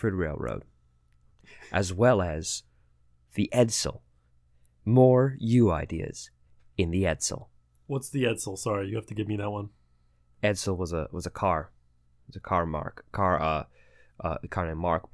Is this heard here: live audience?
no